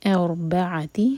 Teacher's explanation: را ساکن ہیوی کیونکہ اس سے پہلے ہے فتحہ